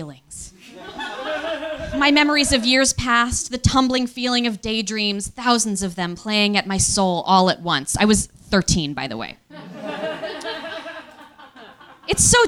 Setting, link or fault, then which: setting, live audience